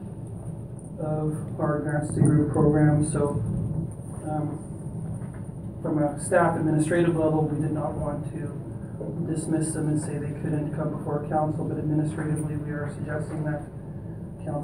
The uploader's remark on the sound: Audio recording of the December 10, 2018 Regular Meeting of Peace River's Town Council.